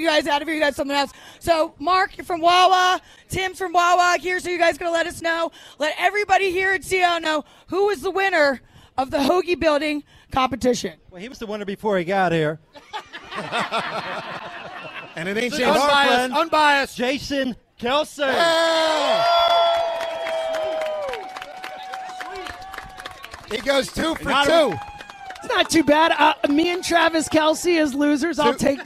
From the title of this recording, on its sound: LIVE In Sea Isle